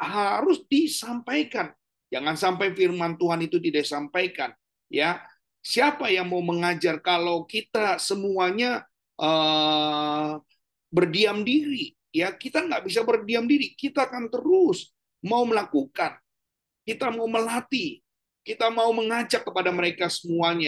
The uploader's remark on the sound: Audio Zoominar.